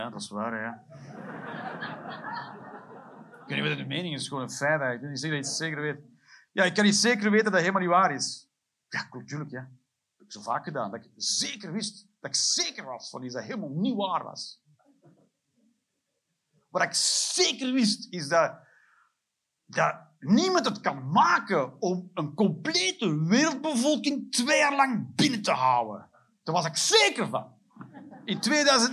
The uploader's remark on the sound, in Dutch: Live 30 September 2023, Cc De Werft, Geel.